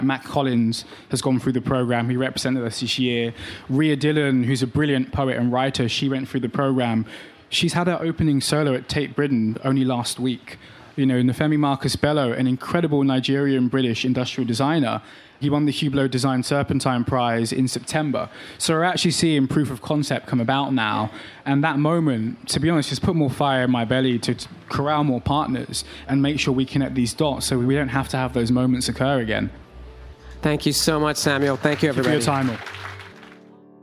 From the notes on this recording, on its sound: on stage at WPP Stream, during the annual Cannes Lions International Festival of Creativity